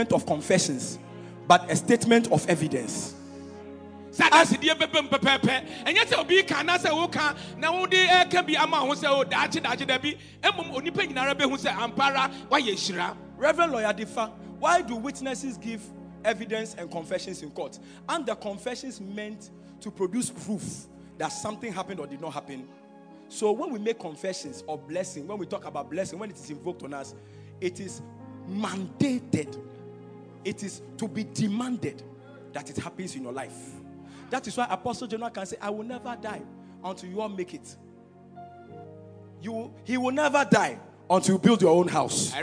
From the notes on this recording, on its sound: Preached at Royalhouse Chapel - Ahenfie